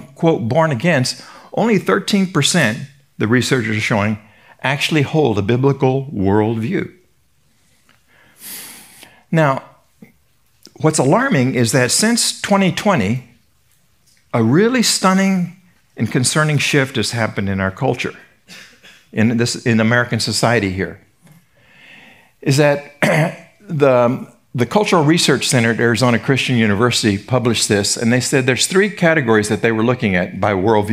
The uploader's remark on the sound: Recorded at Seabreeze Church